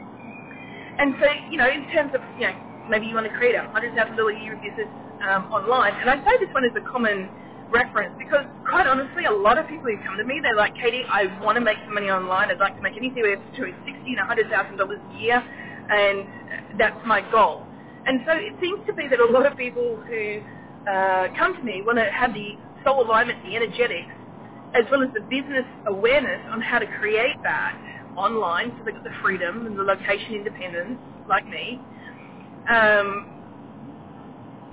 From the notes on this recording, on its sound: Today's episode was recorded while driving in my car. Please excuse the sound quality for this recording.